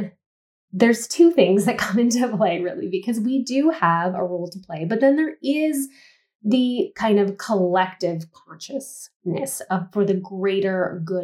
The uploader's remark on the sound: We apologize for the poor audio quality of this episode, unfortunately the microphone wasn't connected properly!